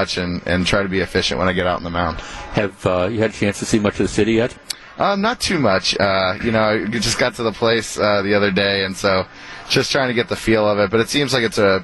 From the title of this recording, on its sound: Brewers Opening Day Live